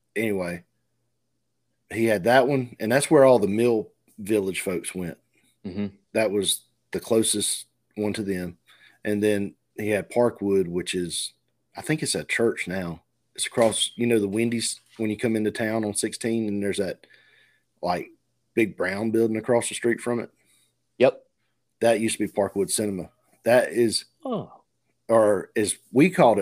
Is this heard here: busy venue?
no